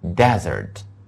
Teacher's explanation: DESSERT 这是我们说的重音放在 D 那个地方，表示沙漠